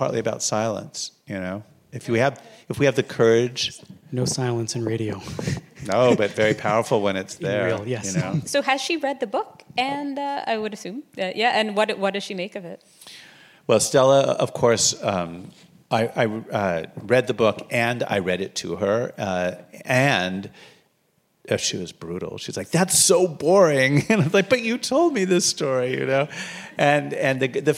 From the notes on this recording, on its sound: Live from Holocaust Education Week. Kicked off Neuberger Holocaust Education Week in Toronto. Live at this special podcast recording, in partnership with the Toronto Holocaust Museum and the Prosserman JCC.